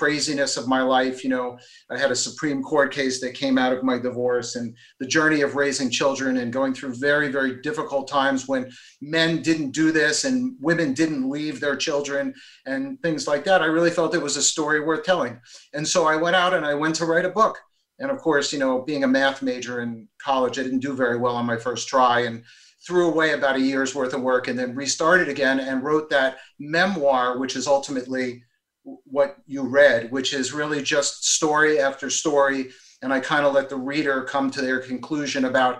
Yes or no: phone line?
no